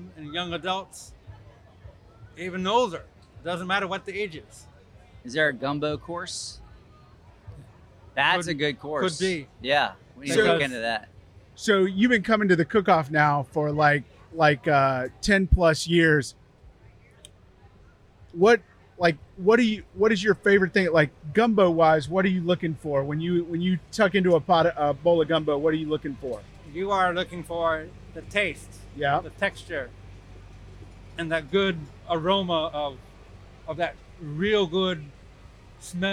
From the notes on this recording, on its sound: We’re back with another episode recorded at the World Championship Gumbo Cookoff in New Iberia, Louisiana.